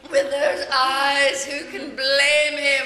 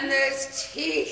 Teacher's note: the syllables, get drawn out, like the way you say eyes, blame, even teeth in this clip